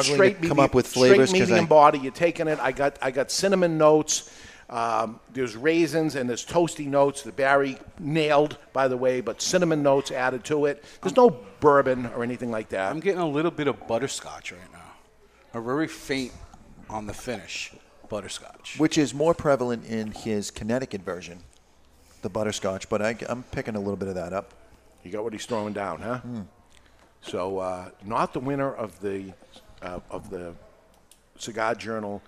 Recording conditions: live audience